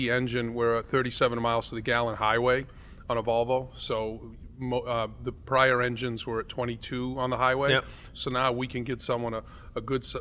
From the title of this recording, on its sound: Live from a local Volvo dealership